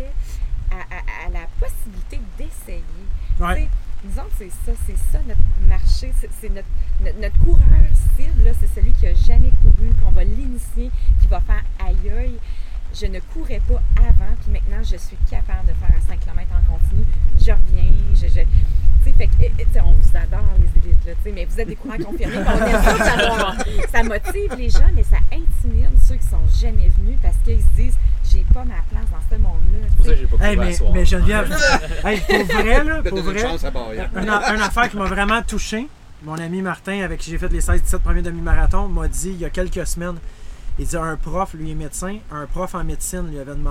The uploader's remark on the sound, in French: Nous avons enregistré sur place à la 1re course de la Série du Canal.